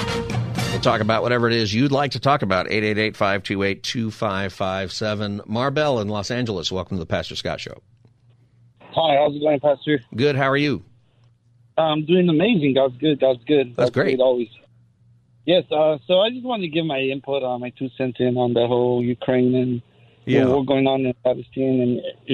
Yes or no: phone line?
yes